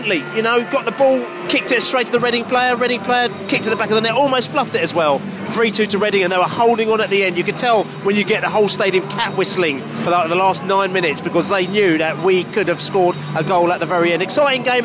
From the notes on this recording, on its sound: Post-match podcast from the car park.